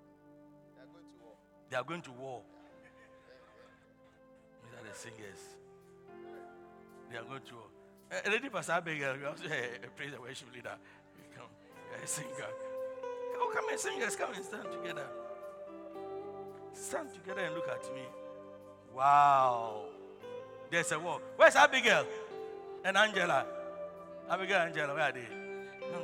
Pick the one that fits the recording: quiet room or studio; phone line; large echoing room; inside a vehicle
large echoing room